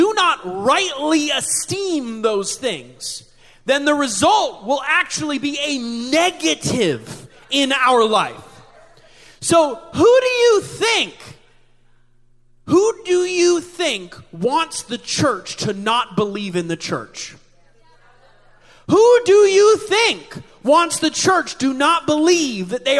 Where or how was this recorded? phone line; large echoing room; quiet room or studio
large echoing room